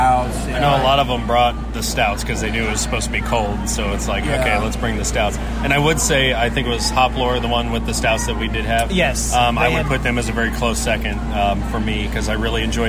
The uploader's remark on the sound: This week the geeks record another live episode, this time at Sample Indiana 2019. The second annual event, presented by Indy Craft Brews and hosted by Scarlet Lane Brewing, featured 13 breweries and plenty of beer to go around.